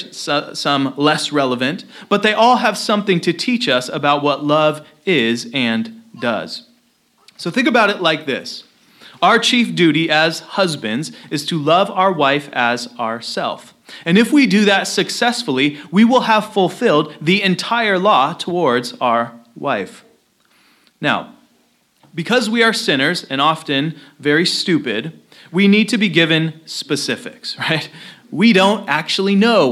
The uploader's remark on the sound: Location: Christ Covenant Church – Centralia, Washington